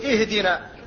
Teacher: فالثالث هنا هو الدال وهو مكسور، فكسر الهمز تبعا له · Term: همز الوصل